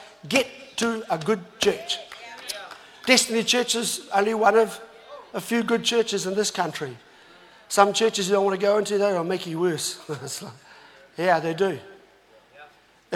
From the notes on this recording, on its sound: was recorded live From Destiny Auckland